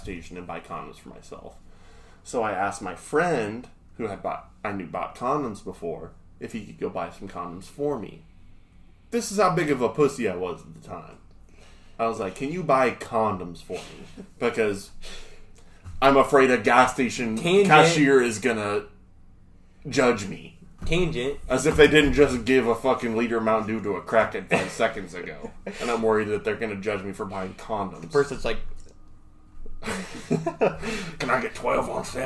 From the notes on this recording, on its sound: This first episode was a little rough audio wise because we are still trying to figure out our duel mic system